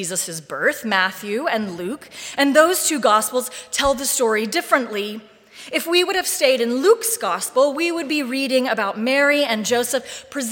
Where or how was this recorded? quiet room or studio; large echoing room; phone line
large echoing room